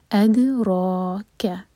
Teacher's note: دال پر قلقلہ، باؤنس کریں گے دال کو، اور پھر را پر فتح ہے تو را ہیوی ہوگا.